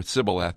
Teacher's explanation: The Ephraimite dialect of the time presumably didn't have the SH sound, so they could only say Sibboleth.